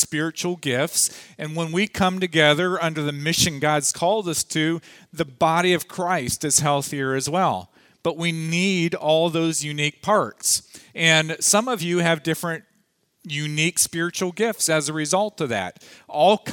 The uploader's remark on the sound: Audio from the afternoon session of the 2014 Lead Well conference held at Parkview Community Church.